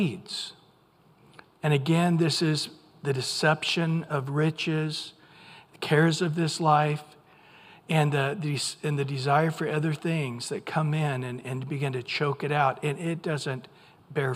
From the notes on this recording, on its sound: Recorded at Calvary Chapel of Los Alamitos on July 5 2023 on Wednesday evening sermon.